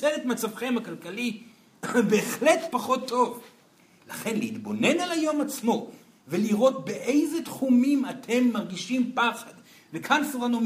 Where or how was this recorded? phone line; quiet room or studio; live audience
live audience